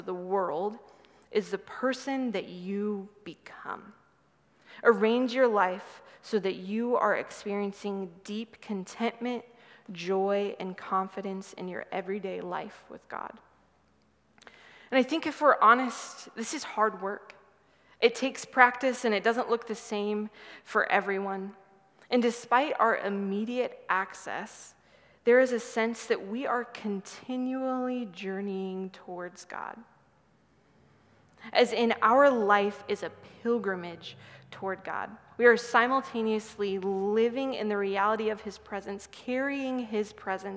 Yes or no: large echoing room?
yes